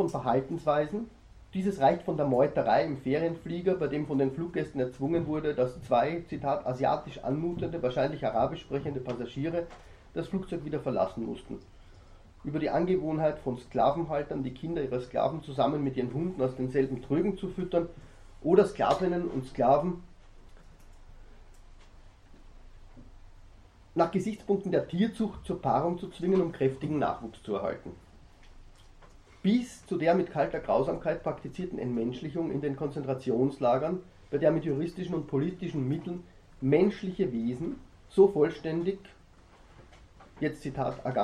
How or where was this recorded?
large echoing room